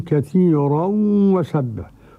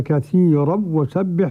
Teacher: وخلف حمزة كثيرا وسبح بعدم الغنة · Shown in: second take